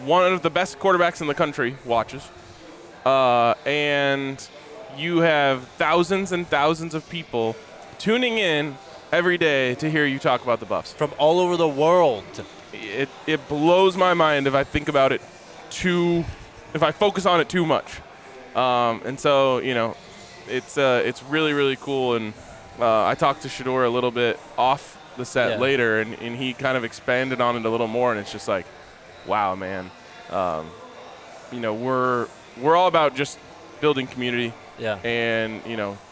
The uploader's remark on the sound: live from Circa Resort and Casino in Las Vegas